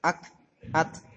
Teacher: Yang pertama kaf dan huruf ta, dia cekal, ada angin.